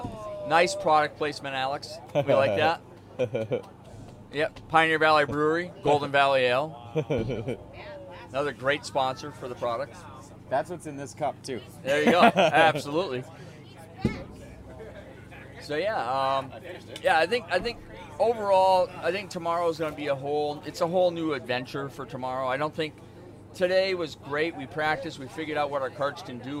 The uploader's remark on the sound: LIVE (recorded) From Kartmania 2021. We even had an additional mic ready to go for anyone who wanted to sit down and talk to us.